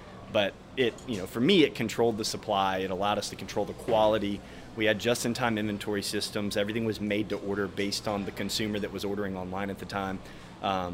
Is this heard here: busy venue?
yes